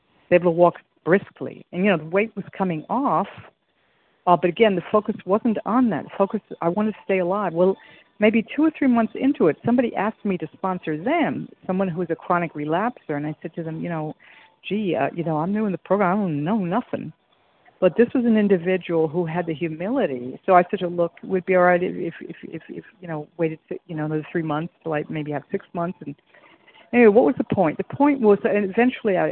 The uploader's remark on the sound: from the 100 Pounders Phone Meeting, 7/7/23